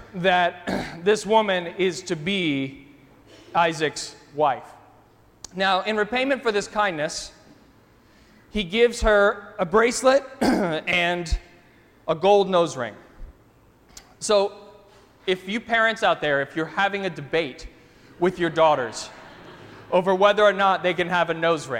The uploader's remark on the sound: during the 9:30 AM service on Sunday, July 9, 2017, at First Presbyterian Church of Arlington Heights, Illinois.